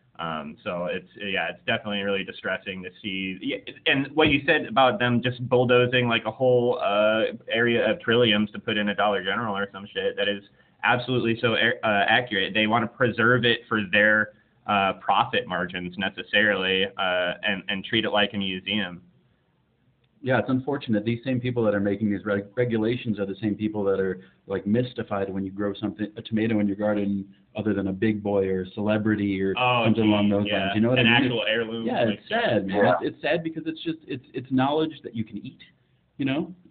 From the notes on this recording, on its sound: In this episode we have a phone call with forager, chef, and author